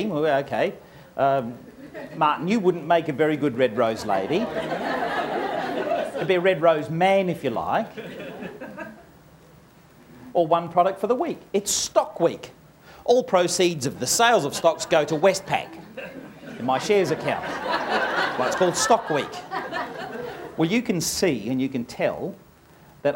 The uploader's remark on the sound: Is the recording of a stage presentation based on the book of the same name.